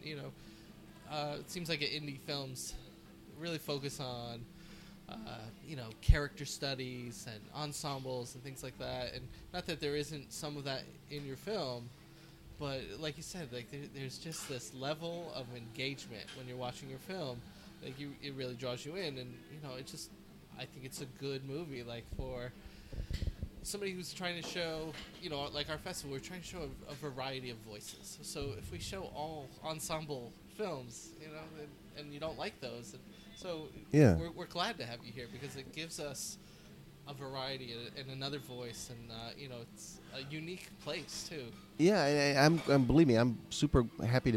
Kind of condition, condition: setting, busy venue